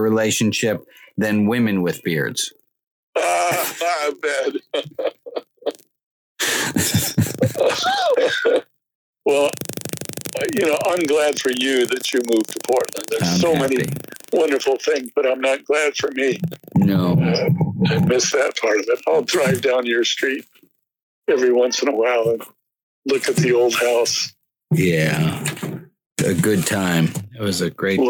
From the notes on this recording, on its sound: Wow, the audio quality here is rough.